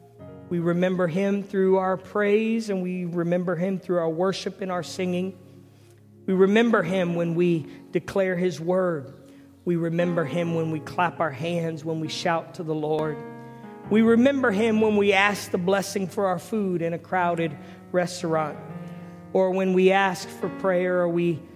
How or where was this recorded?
large echoing room